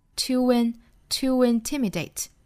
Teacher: 那 to 和 intimidate 连读之后呢需要加一个半元音 w